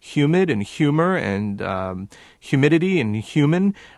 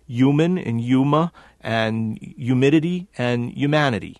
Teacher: that H disappears before the Y sound · Shown in: second take